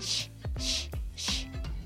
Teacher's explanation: SH がシッシッっていうちょっと口をすぼませる感じのイメージですかね · Term: SH の音